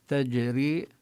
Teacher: يعني لا يكون كالحروف المهموسة. تجري هي من الحروف المجهورة، ليست المهموسة، ومن حروف القلقلة، ومن الحروف الشديدة، الحروف التي فيها شدة.